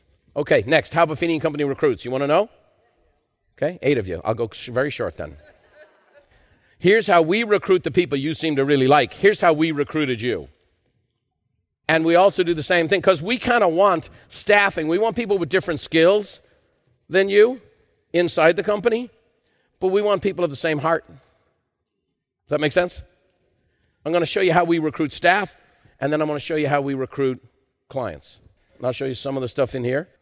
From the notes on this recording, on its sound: In part 2 of this special live recording